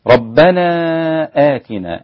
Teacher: هذا المد يسمى مد منفصل، مقداره حركتين، جائز المد إلى 4 حركات وإلى 6 حركات.